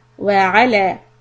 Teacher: we should always raise the voice on ayn and not on lam